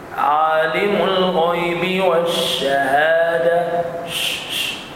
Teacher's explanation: الغيب والشهادة ش ش وليس ش ش ش صوت الحرف خلاص ومن صفات الشين التفشي هو انتشار الهواء في الفم داخل الفم